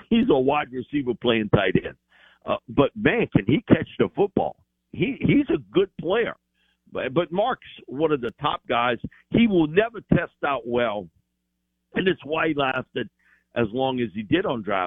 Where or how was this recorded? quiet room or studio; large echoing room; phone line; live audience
phone line